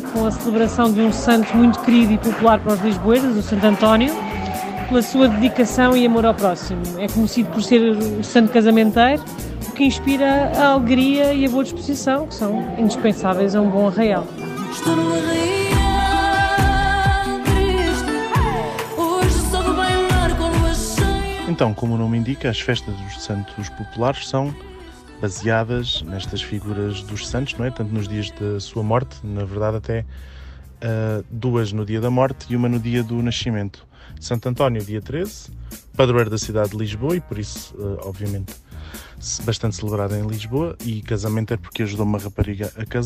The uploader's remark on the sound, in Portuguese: Gravado à mesa, em pleno mês de Junho, nos Santos Populares em Lisboa